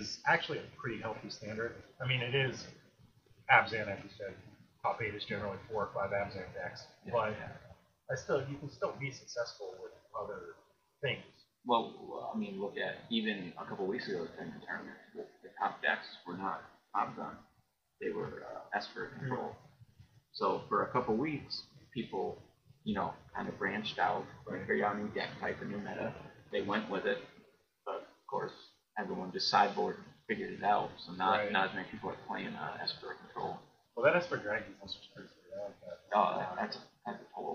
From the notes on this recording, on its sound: Apologies for the sound quality. We got a new set up and I didn’t test it. I thought that I had it figured out before recording, but I didn’t.